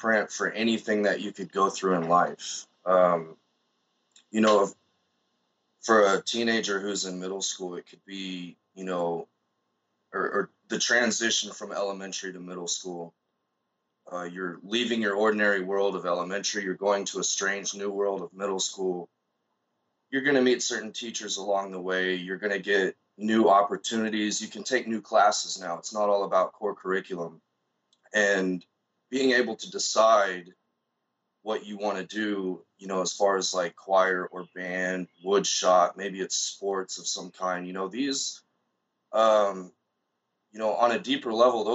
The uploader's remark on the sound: he sat across from me via Skype